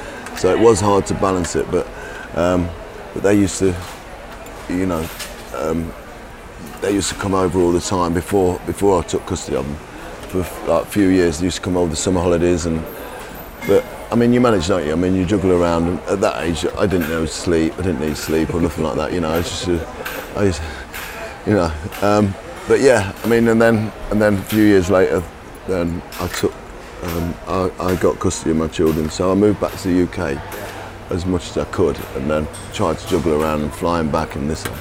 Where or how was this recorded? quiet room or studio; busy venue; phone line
busy venue